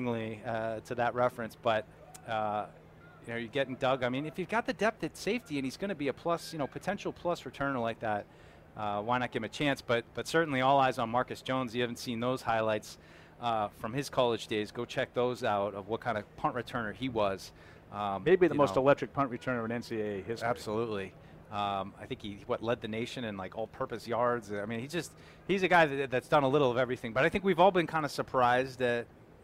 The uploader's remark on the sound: Live Show. We were live for Day 3 of Patriots Training Camp.